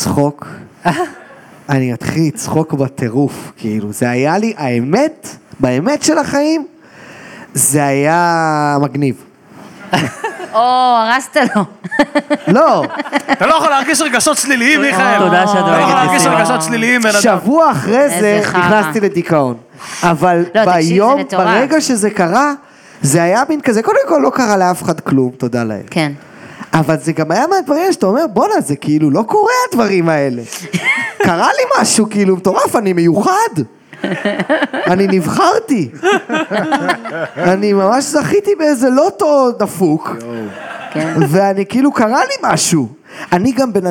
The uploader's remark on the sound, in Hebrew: פודקאסט לייב!